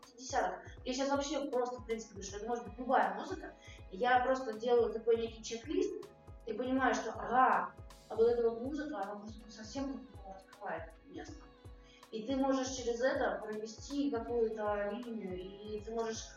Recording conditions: poor sound quality